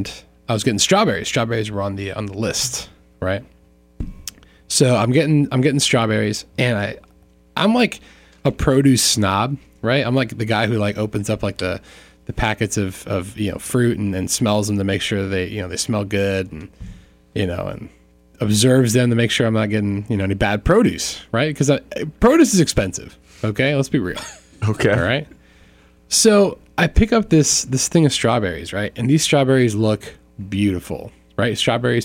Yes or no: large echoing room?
no